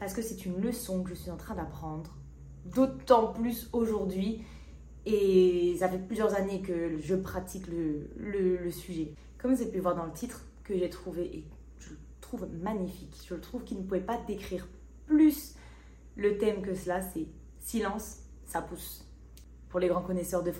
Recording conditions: poor microphone